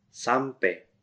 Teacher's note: Under the influence of Javanese, final AI is often pronounced like A in passé.